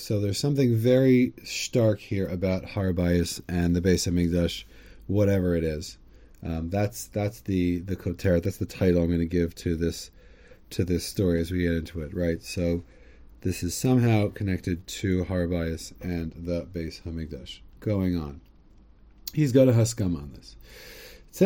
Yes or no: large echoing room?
no